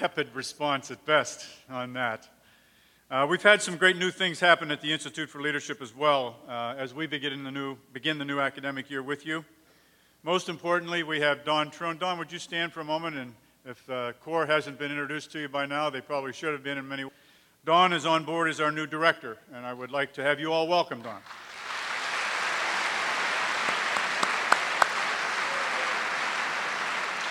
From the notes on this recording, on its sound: delivered the 2008 Tyler Distinguished Chair in Leadership address to the US Coast Guard Academy on September 19, 2008